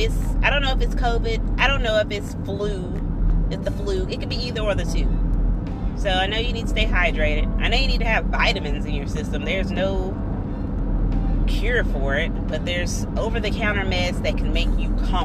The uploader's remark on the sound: episode in the car